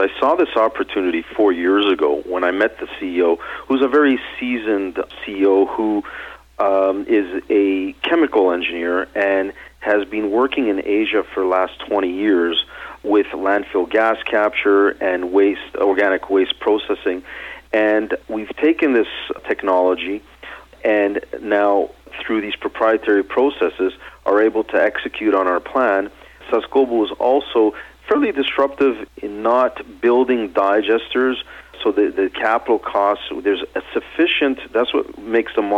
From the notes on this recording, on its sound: called in to SmallCapVoice